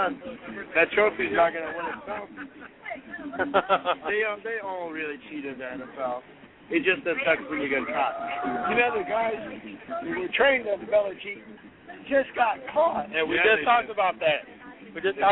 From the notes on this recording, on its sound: Live from The Oakland Coliseum.